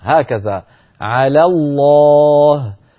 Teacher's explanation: تنتقل من لام على المرققة إلى لام لفظ الجلالة المشددة المفخمة · Term: لام مفخمة